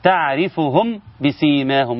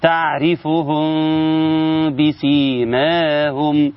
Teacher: الميم الساكنة إذا أتى بعدها حرف الباء يتم إخفاؤها مع غنة · Shown in: second take · Term: الإخفاء